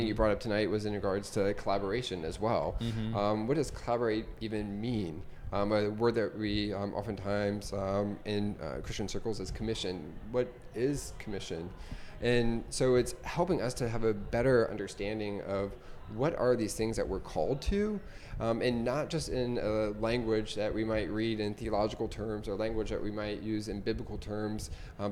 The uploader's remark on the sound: A Café Performance. Here in Japan.